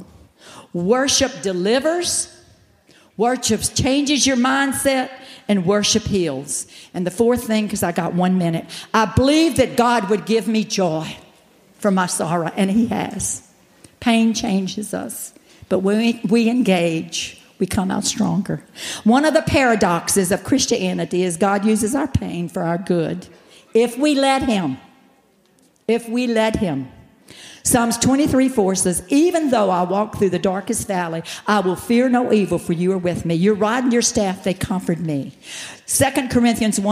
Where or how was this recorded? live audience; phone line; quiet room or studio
live audience